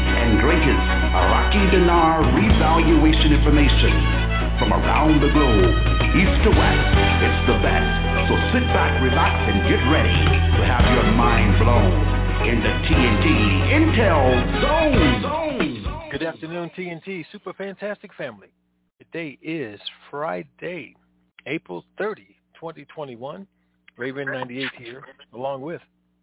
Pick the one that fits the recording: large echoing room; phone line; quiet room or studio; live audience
phone line